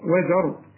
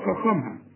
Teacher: الواو والزاي أو الزين دي مرققة، وزر الراء فخمها